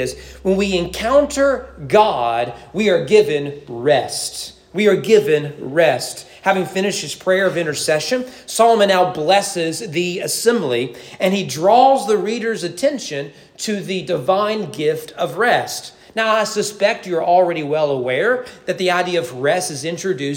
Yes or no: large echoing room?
yes